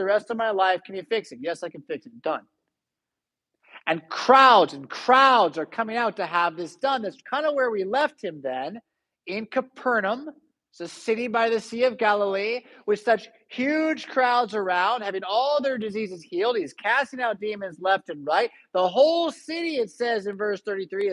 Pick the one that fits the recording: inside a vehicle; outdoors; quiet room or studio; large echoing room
large echoing room